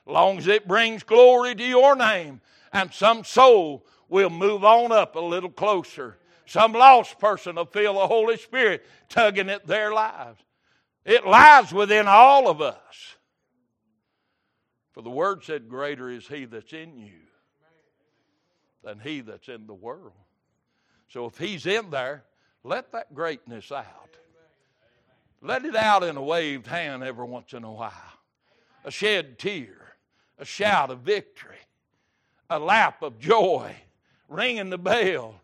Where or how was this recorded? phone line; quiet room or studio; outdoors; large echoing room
large echoing room